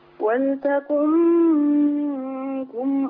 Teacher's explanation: كلمة منكم الغنة بتاعتها ده اخفاء · Term: غنة الاخفاء